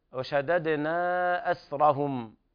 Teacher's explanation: لابد من الوقوف على الميم بالغنة الأصلية لحرف الميم